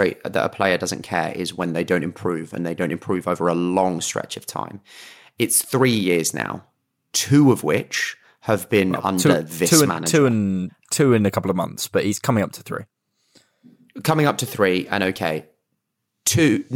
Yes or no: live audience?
no